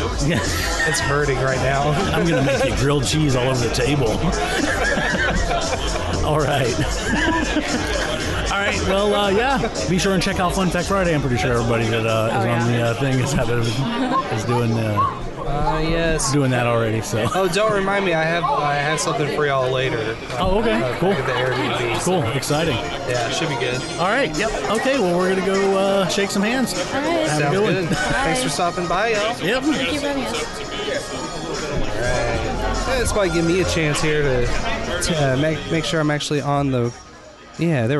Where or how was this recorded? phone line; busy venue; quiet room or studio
busy venue